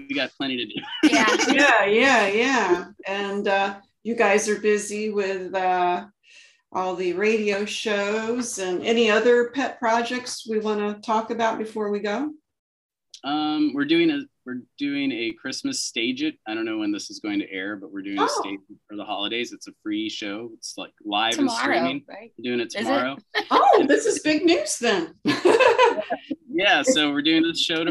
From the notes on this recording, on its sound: Via Zoom. Via Zoom.